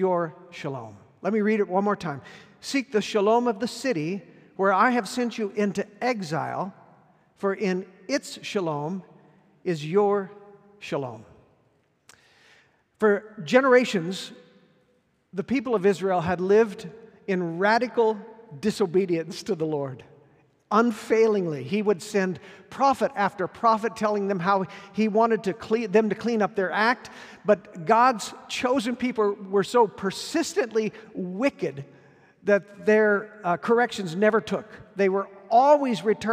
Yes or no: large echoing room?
yes